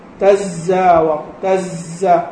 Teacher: تظهر الإيه الصفير بدون تقويس للسان، خلي اللسان معتدل ما فيه تقوسات. وقالوا إن هذا الصوت الصفيري الذي يخرج هو لقوة الاحتكاك الحاصل في المخرج، ولقوة الاحتكاك الحاصل في المخرج.